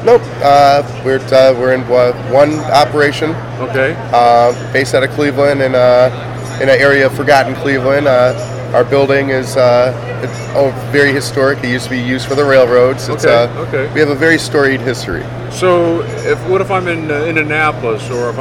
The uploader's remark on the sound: From the show floor, at the Mid-America Restaurant Expo. The Hillson Nut Company was an exhibitor at the the Mid-America trade show.